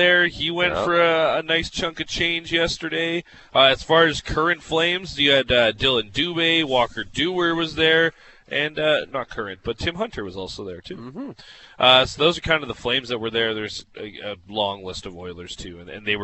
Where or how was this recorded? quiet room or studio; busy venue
busy venue